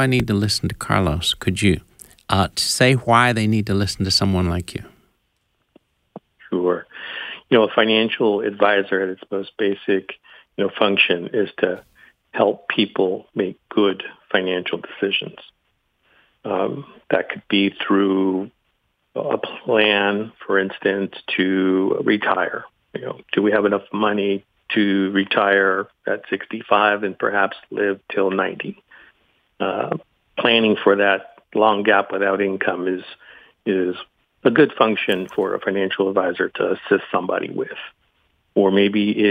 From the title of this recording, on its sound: Today's Phone Guest